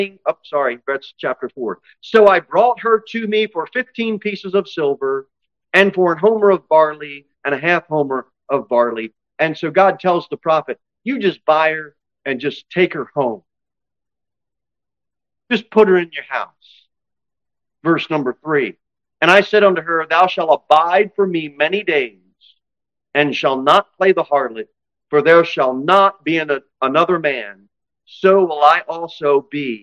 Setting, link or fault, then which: setting, large echoing room